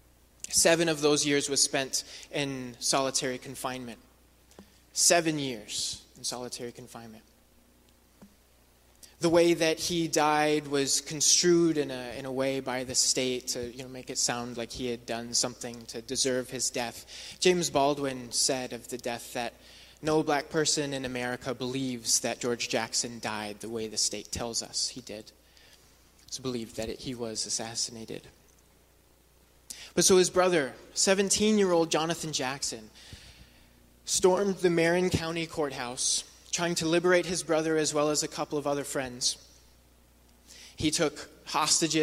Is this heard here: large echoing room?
yes